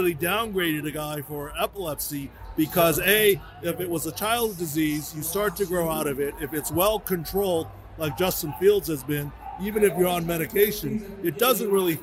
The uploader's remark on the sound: on location from the Circa in Las Vegas